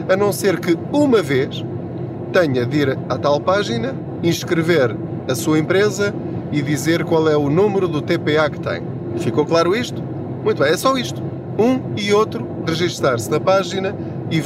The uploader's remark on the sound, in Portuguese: Não ligue aos barulhos da viagem.